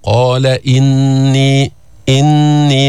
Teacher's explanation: بدك تبين الهمزة وين الكسرة، ما بينتها. بعض الناس بيقول لك قال إني، إني، بطير الهمزة.